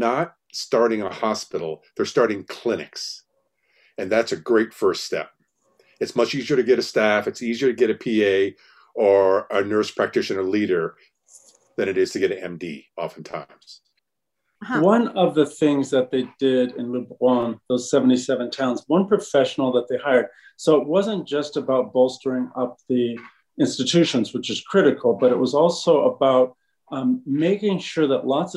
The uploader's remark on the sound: We partnered with the Rural America Chamber of Commerce to host a live virtual event, bringing some of these problem-solvers together.